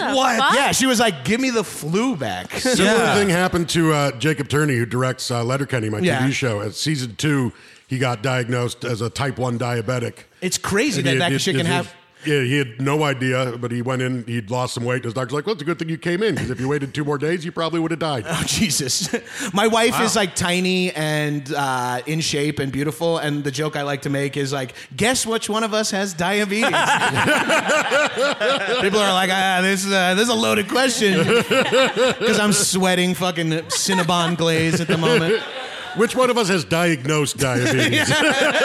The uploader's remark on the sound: Recorded live at the YUKON COMEDY FESTIVAL.